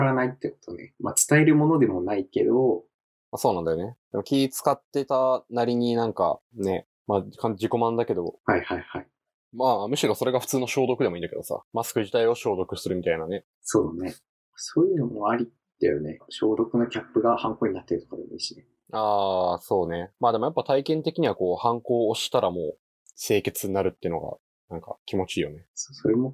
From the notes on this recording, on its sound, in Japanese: 音質悪すぎ&Bonus track寝起き過ぎてマジでごめんなさい。そろそろちゃんとしたマイク買います。